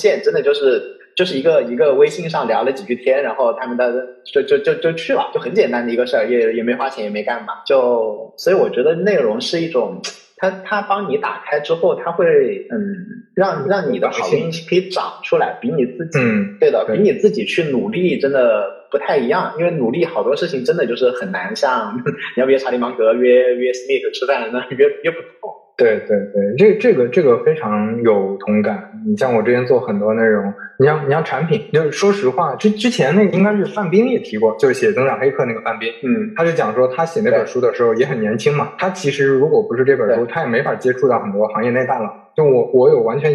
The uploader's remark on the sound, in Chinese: 本期线上录制，由于收音环境不佳，建议尽量公放、或将耳机音量调低一点点收听。